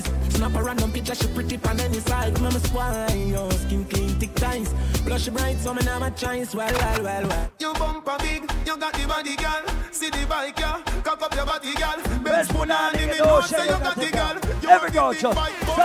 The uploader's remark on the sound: LIVE AT ISLAND SATURDAYS. LIVE PARTY AUDIO!